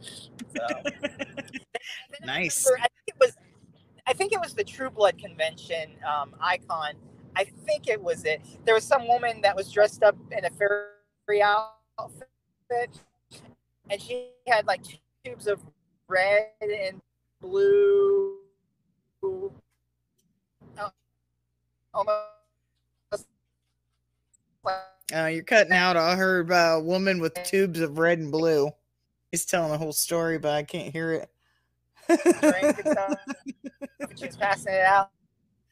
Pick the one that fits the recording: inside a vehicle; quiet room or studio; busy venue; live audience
inside a vehicle